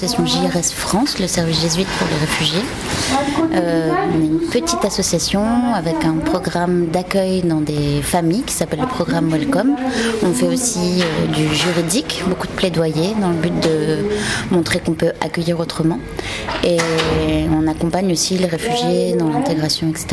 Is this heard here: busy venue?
yes